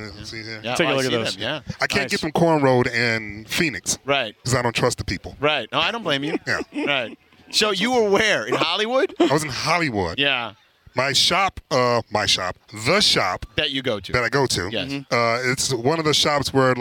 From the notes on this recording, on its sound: The guys are live from UC Irvine from Rams Camp.